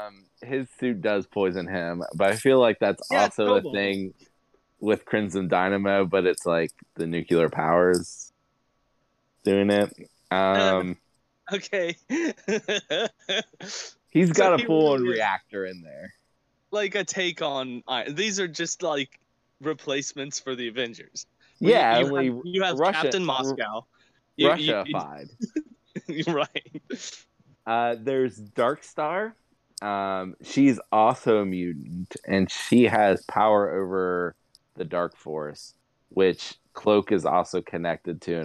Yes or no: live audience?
no